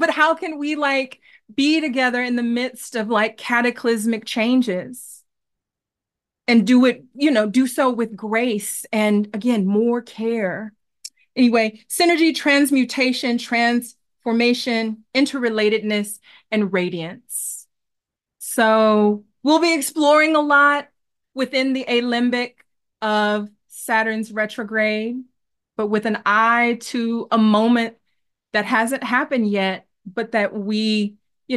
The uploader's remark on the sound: This episode is the edited audio from Embodied Astrology’s virtual open house.